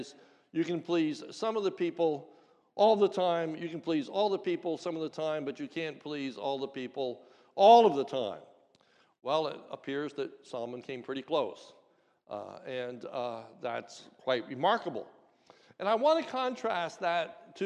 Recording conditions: large echoing room